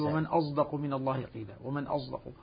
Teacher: ليست صادا خالصة وليست زايا خالصة، وإنما هي صاد مشربة زايا، عبر عنها بالإشمام طبعا بإشمام الصاد زايا.